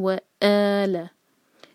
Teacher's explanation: و کے بعد جو ا ہے کٹ آف ساؤنڈ ہوتا ہے حمزہ کا ا، مطلب ہم سانس لیتے ہوئے نہیں ا نکال سکتے.